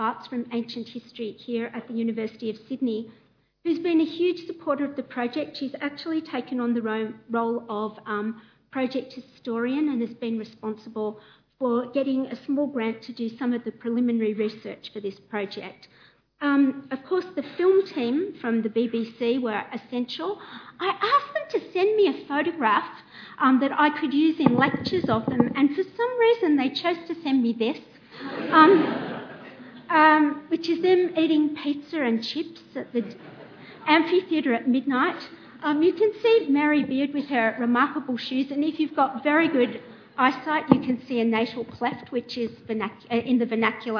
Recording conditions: live audience